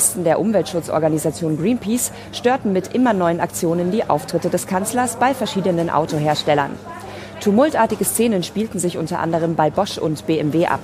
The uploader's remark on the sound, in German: wir senden wieder live vom Open Space der IAA auf dem Königsplatz in München!